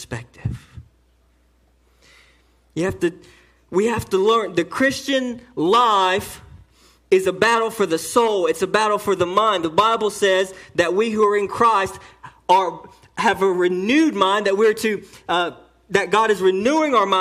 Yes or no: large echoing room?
yes